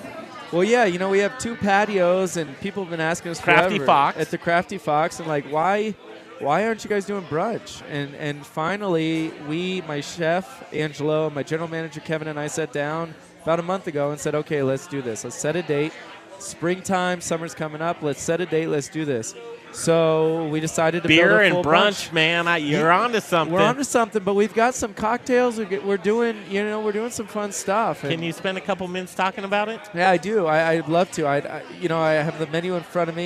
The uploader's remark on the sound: Live from Intrepid Sojourner Beer Project for their one year anniversary party!